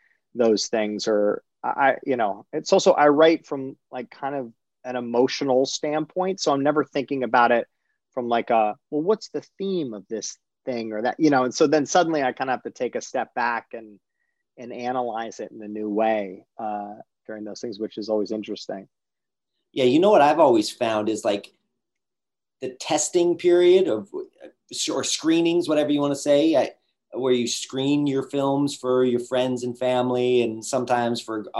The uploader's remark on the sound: in a spoiler-filled virtual Q&A